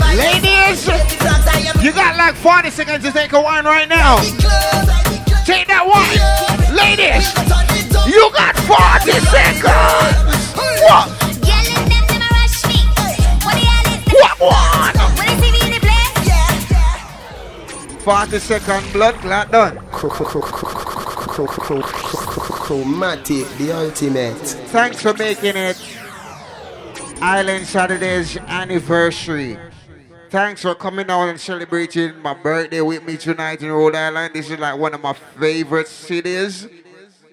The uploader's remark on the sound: LIVE AT ISLAND SATURDAYS ON OCT 29